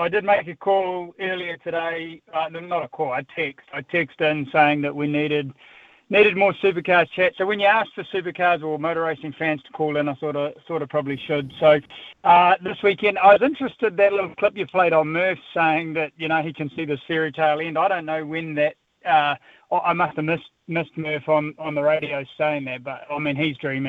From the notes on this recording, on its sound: goes to the text and phone lines for some open line talkback!